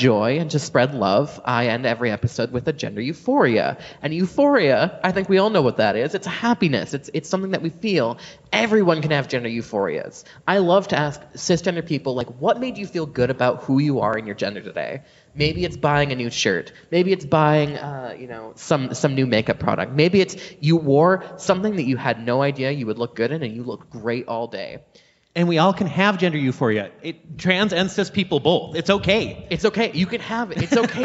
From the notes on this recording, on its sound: Live from the MN Council of Nonprofits Conference. We had the pleasure of recording live at the Minnesota Council of Nonprofits Annual Conference, which was held in Duluth.